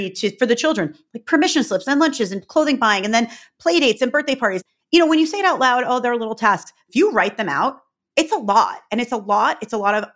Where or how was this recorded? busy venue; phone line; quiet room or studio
quiet room or studio